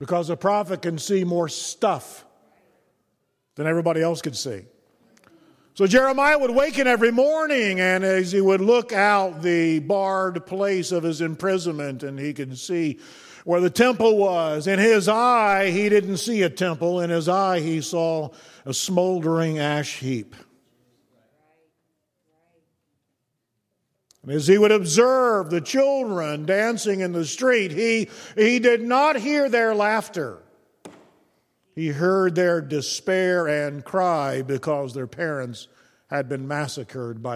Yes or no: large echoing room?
yes